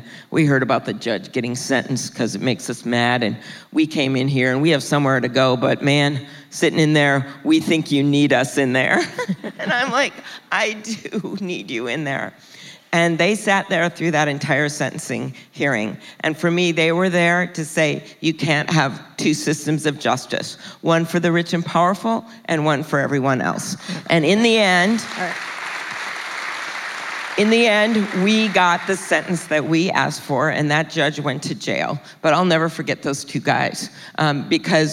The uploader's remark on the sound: In front of a live audience at South by Southwest.